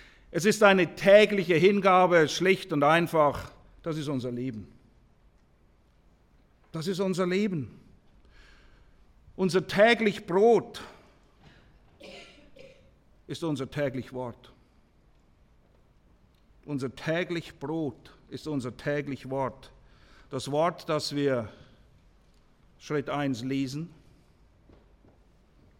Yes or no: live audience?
yes